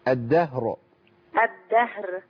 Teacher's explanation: يعني بدأت تطلع الراء بس ضعيفة شوي.